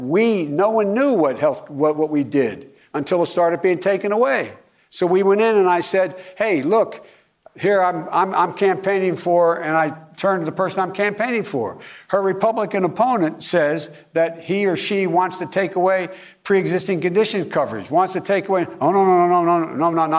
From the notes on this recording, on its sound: during a live town hall